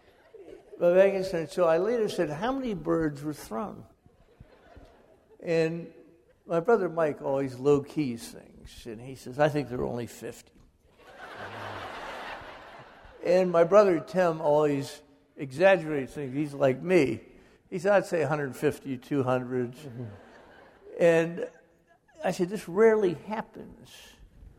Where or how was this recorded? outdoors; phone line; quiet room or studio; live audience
live audience